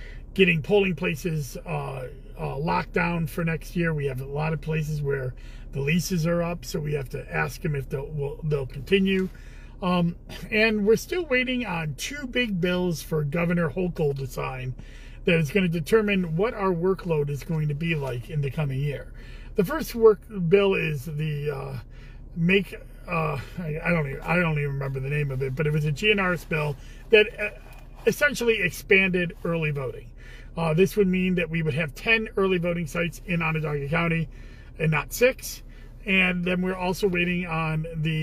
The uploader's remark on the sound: Commissioner in a Car.